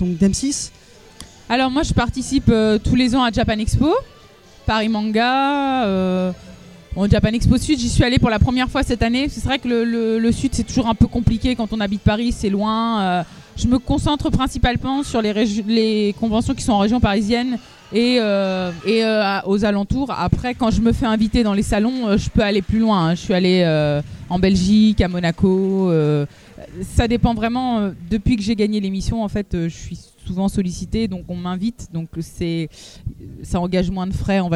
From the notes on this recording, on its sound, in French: Nouveau numéro de Speakcast fait au Festival NBF qui a eu lieu en Mars 2017.